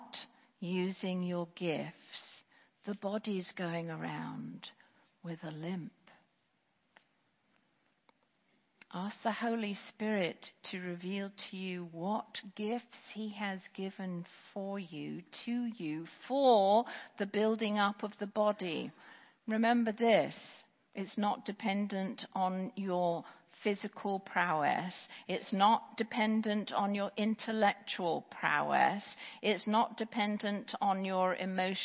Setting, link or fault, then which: setting, large echoing room